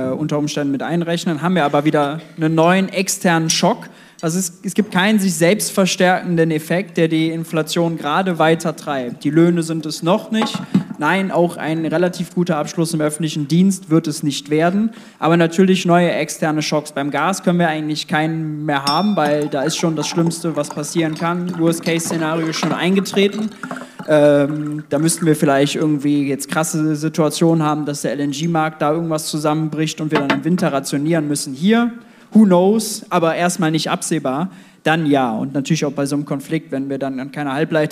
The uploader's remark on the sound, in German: Dazu gab es viele Zuschauerfragen! Das Live-Event war mit über 200 Gästen ausverkauft.